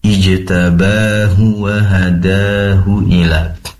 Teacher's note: Ketika membaca ijtabahu wa hada, pastikan hu-nya pendek, ba-nya dibaca dua harokat